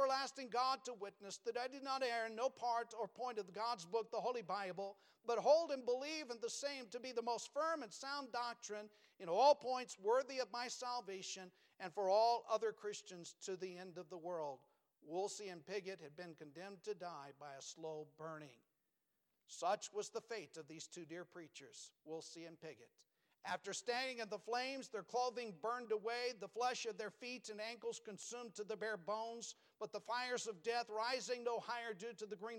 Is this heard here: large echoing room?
yes